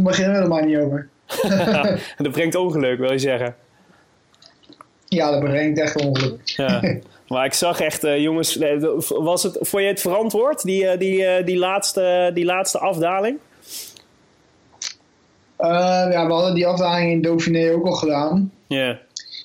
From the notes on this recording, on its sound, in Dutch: We mochten met ‘m Skypen op z’n eerste rustdag.